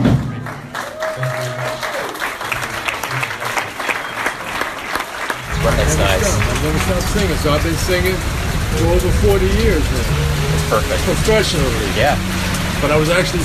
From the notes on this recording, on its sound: At the culmination of a week-long Kansas City jazz celebration for …. Took a break from his set at the Blue Room off 18 and Vine.